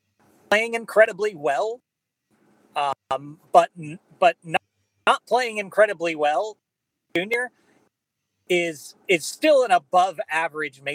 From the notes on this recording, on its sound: Apologies for the sound quality on this one, Wifi issues